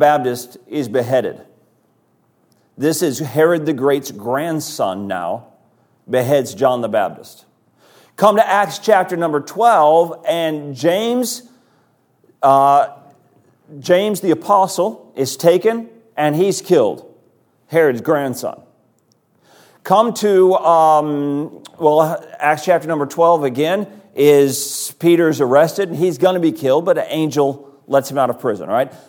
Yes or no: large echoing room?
yes